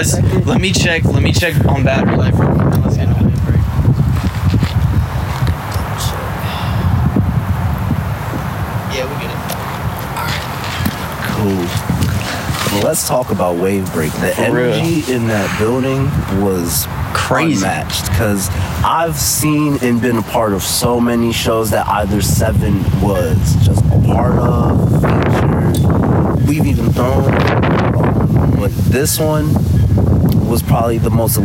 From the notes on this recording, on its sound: Just sitting outside on a sunny windy day